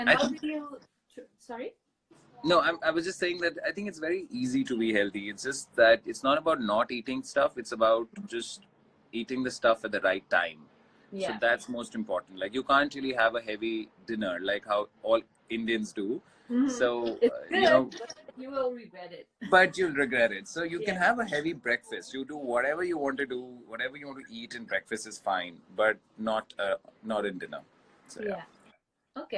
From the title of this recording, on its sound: Instagram Live